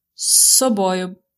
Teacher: It's з собою. But when you pronounce it fast, you really hear just long s.